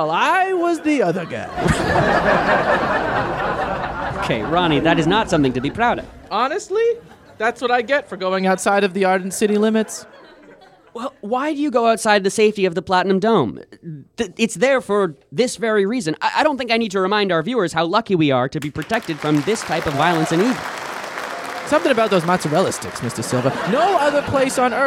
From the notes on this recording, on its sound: Recorded at Improv Asylum in Boston Massachusetts.